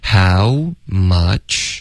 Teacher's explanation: 开头有一个双元音啊呜的音